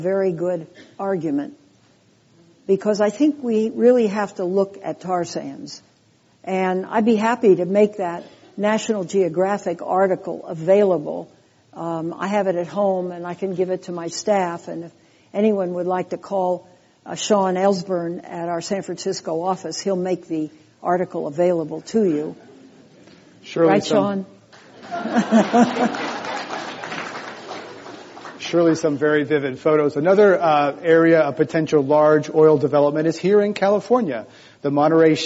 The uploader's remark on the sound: This program was recorded in front of a live audience at The Commonwealth Club of California in San Francisco on April 3, 2013